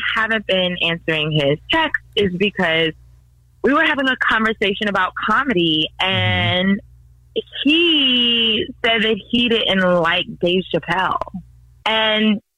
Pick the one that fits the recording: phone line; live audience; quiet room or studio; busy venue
phone line